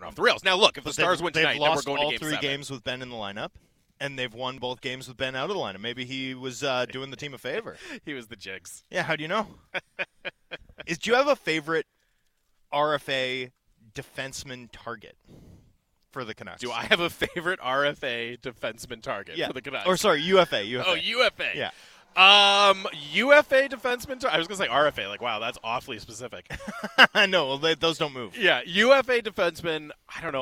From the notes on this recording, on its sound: broadcast live from the Canucks Alumni Classic at Northview Golf & Country Club